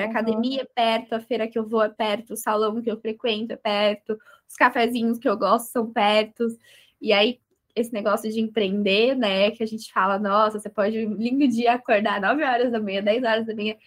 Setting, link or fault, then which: link, video call